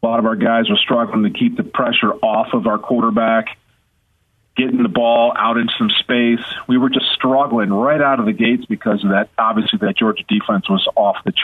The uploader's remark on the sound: so we took your calls throughout the show